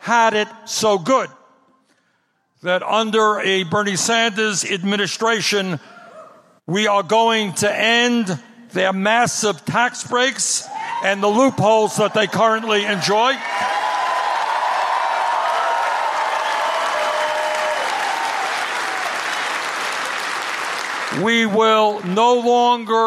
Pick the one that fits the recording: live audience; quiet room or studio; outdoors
live audience